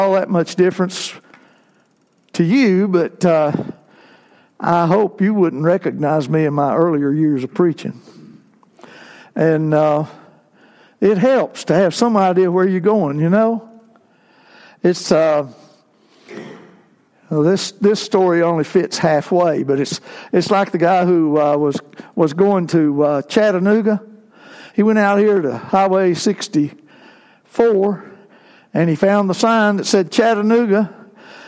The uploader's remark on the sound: Worship service segments recorded on Palm Sunday, April 14, 2019